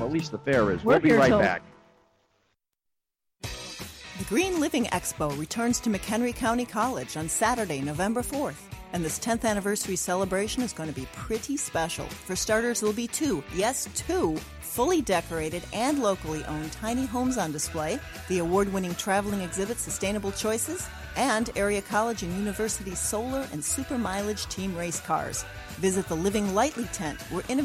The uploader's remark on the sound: broadcast live from the SCARCE Green Fair at the DuPage County Fairgrounds